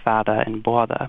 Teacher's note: a word like father changes so that it sounds a little bit more like fada, that the vowel shifts a bit